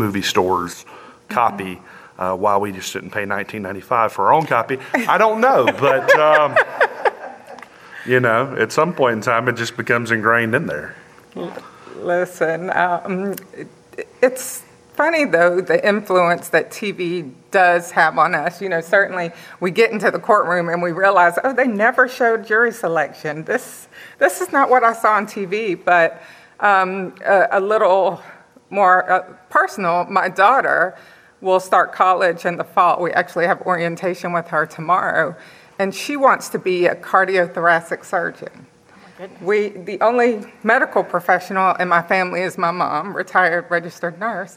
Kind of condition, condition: setting, busy venue